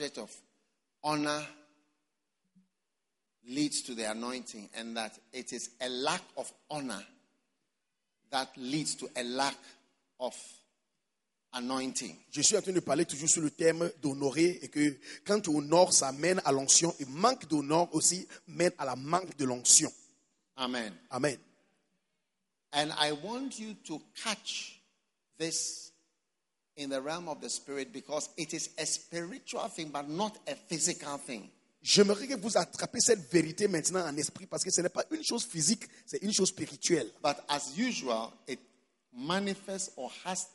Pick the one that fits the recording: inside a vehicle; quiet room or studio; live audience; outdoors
live audience